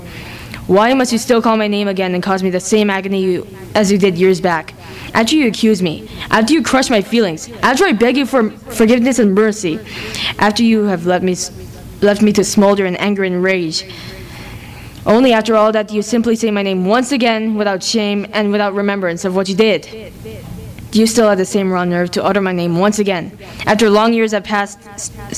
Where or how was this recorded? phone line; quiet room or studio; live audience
live audience